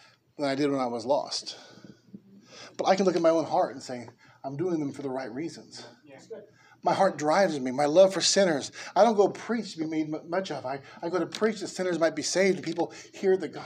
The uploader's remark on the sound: Preached at Liberty Baptist Church in Norwalk, Ca.